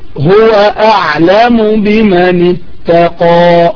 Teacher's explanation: ألف واضحة ليس فيها إمالة